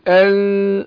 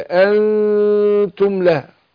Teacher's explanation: مخرج النون عند حروف الإخفاء من الخيشوم يعني يطلع بغنة